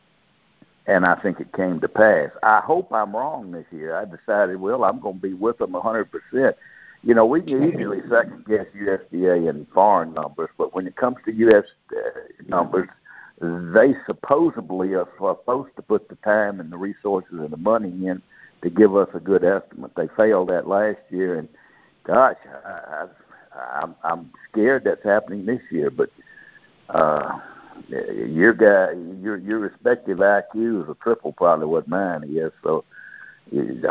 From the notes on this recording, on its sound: Monthly Conference Call